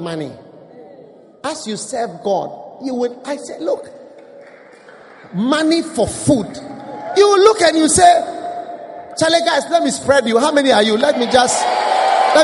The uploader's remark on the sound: Preached at the First Love Center, Accra.